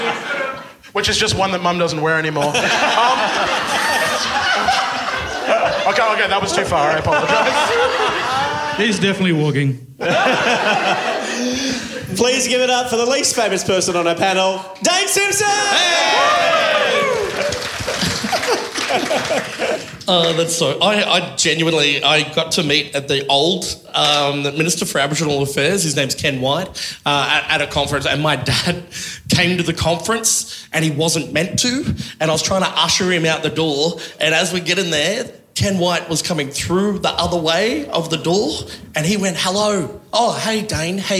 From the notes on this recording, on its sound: LIVE FROM WAIBEN THURSDAY ISLAND. Performed live on stage at the Thursday Island Bowls Club. The show — you’ll hear — gets more and more raucous as it goes.